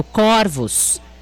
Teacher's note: Pesquisei e descobri que, diferentemente do singular, no plural, a palavra corvos é pronunciada com o O aberto